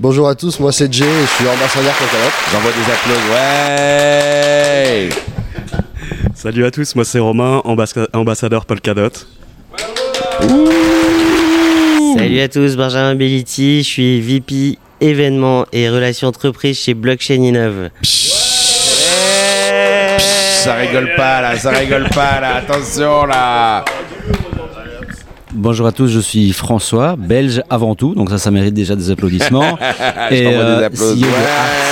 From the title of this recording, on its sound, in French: en direct du Parisdot.com (Polkadot)